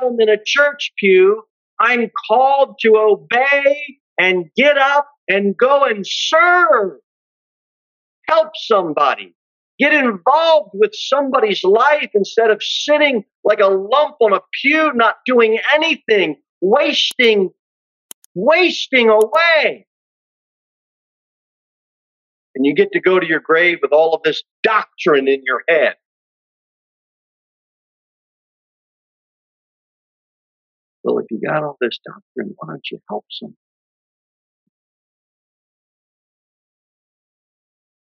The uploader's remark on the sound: Sermon delivered at Pilgrim Baptist Church. Jere Whitson Rd.